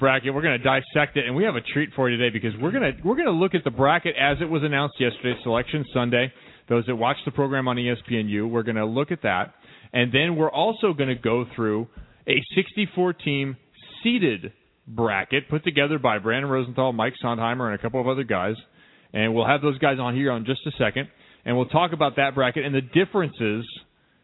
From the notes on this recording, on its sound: call